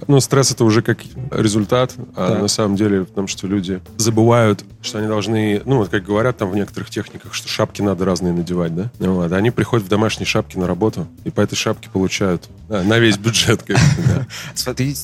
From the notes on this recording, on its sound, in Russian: Подкаст записан на конференции ProductSense Minsk'19.